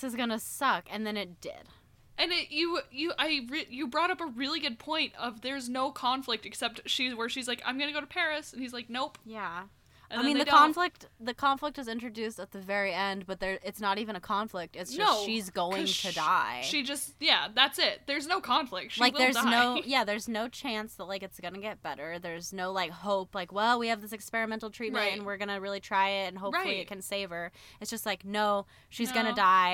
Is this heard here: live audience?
no